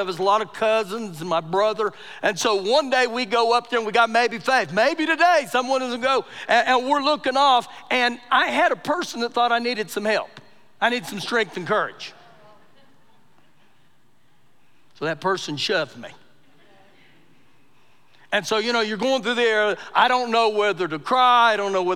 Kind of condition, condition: setting, large echoing room